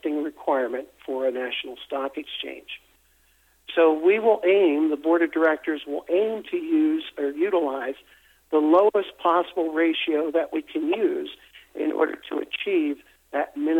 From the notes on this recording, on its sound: investor conference call